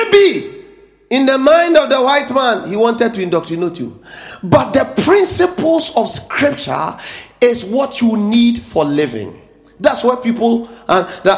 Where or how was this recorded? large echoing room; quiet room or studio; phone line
large echoing room